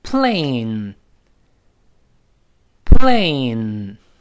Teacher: 就是双元音 A 再加 N 这个鼻音